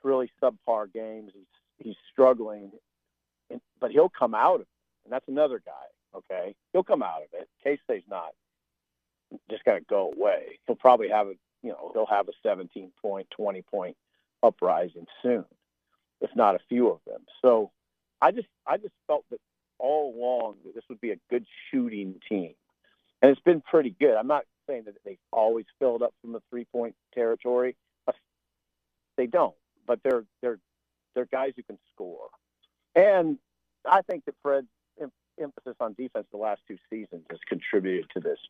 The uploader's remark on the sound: calls us while driving